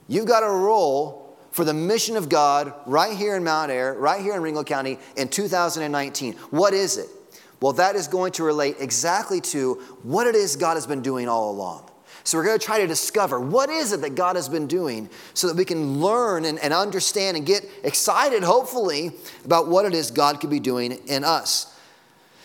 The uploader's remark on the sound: Sunday Morning Sermon Audio.